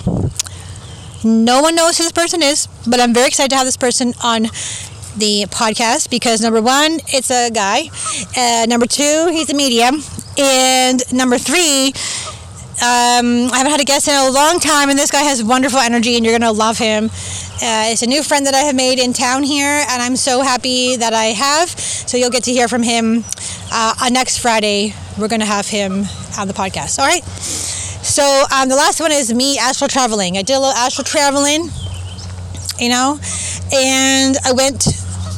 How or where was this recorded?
outdoors